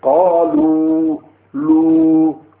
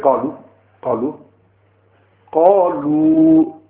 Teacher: And because that waw is being stretched, that is why it's called waw madda.